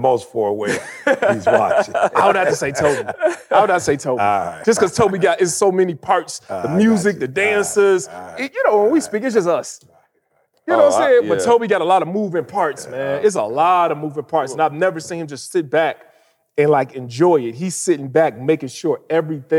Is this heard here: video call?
no